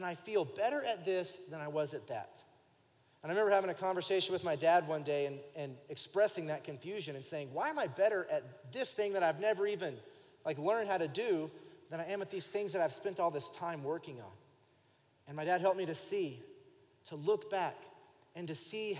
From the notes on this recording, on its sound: Recorded live during our Sunday morning service